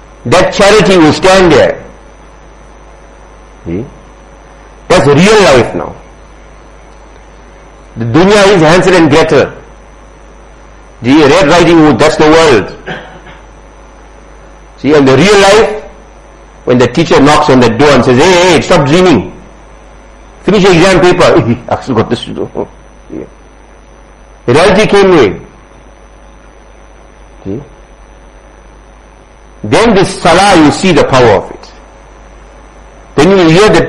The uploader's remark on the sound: Jumuah lecture at Musalla Mus'ab bin Umayr